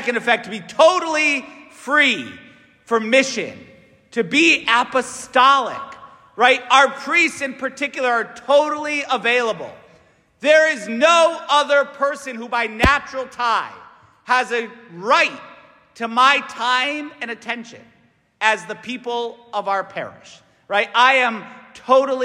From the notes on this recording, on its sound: St Francis Catholic parish homily